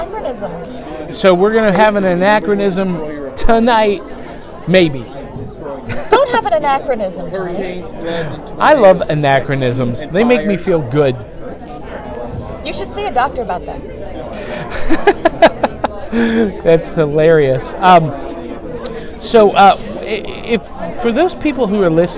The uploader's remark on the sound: Live from ShadowCon 2018!